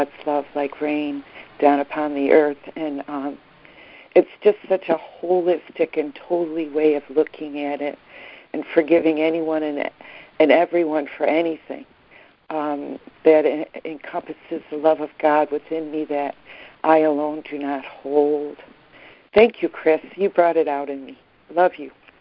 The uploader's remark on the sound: ACIM Daily Conference Call